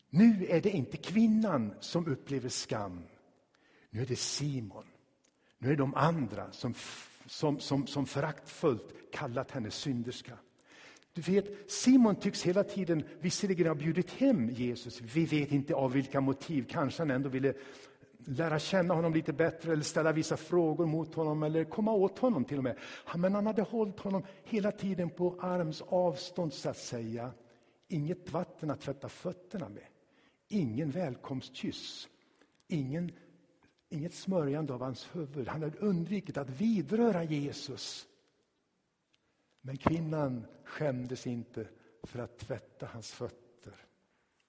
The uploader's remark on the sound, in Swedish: Inspelad i Tabernaklet i Göteborg